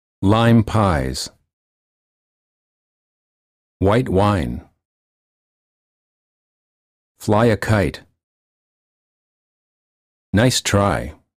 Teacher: For the I sound, the lips are open and not rounded, and they close a bit when moving to the it position. The tongue is relaxed, and it moves from a flat to high position.